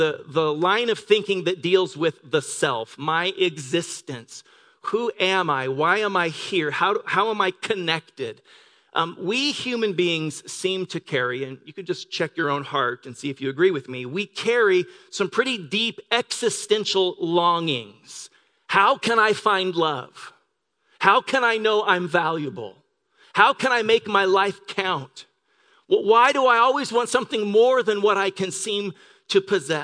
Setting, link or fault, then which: setting, large echoing room